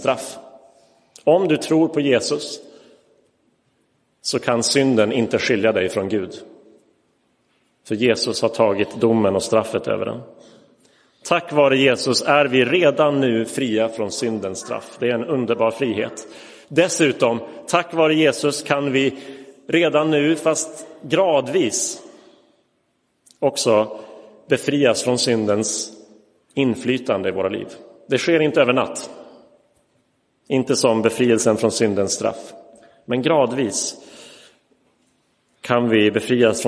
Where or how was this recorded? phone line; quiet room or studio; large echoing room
large echoing room